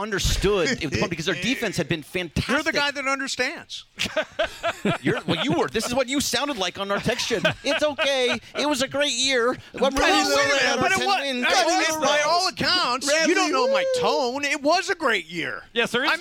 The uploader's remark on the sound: LIVE From Ralphs in Redondo Beach!